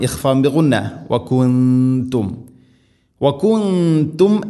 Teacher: വകുന്തും സാക്കിന നൂനിന് ശേഷം ത, നൂനിനെ അവ്യക്തമാക്കി മണിക്കണം